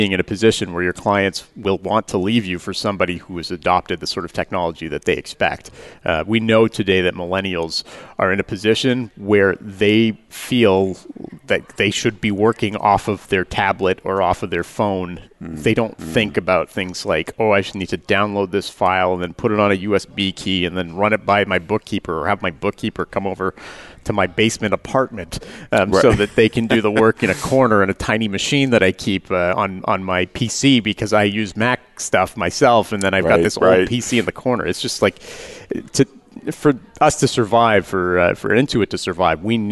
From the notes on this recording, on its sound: Live Broadcast at the The IPBC IGNITE Conference.